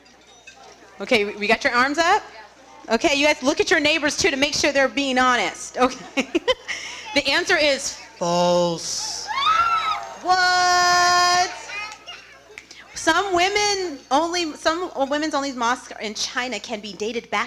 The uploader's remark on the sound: During dinner, the audience participated in a fun trivia game about famous women in Islam; the game was informative and created a lot of laughter in the room when it came down to the final two contenders!